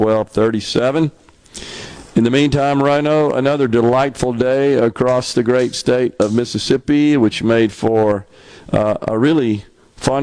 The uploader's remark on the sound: LIVE from The Mississippi Armed Forces Museum at Camp Shelby